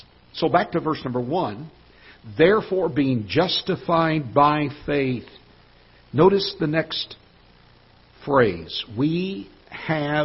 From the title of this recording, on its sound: Ketha Heights Baptist Church ~ Live Broadcast